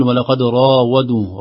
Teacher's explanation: ولقد راودوه، راو الراء مفخمة بمدها يأتي بعدها الواو ترقق